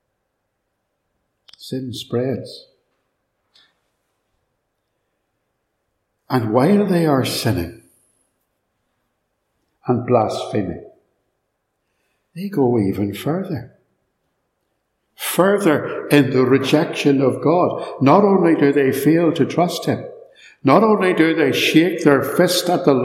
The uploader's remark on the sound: In this sermon, preached at Ballymacashon Congregational Church